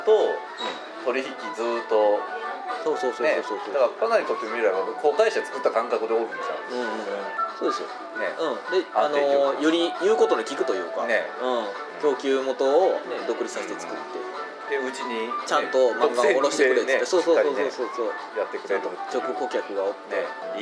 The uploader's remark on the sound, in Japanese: ビジネスサロンでの収録なので周りガヤガヤしています。